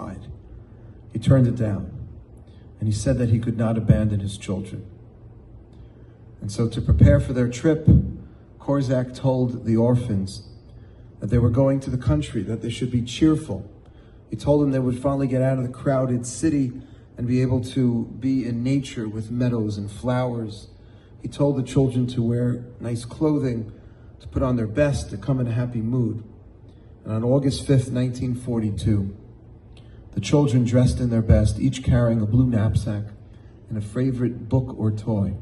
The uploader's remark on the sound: In front of a packed audience of young Jewish professionals.